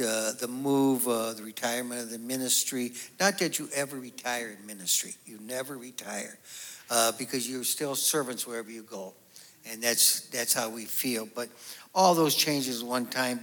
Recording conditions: live audience